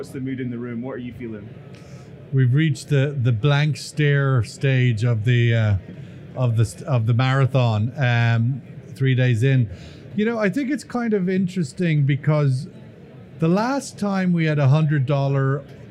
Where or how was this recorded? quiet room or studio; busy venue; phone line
busy venue